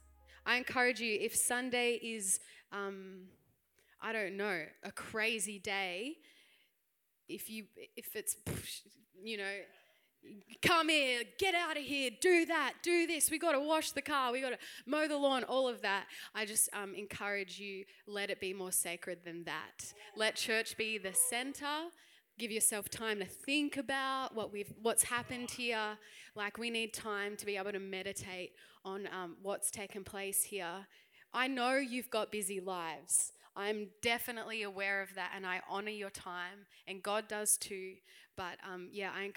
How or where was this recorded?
live audience